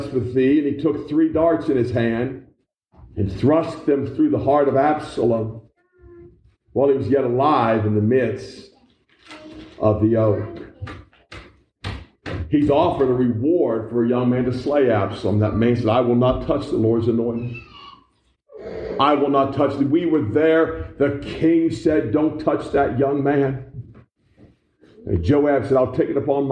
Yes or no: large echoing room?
yes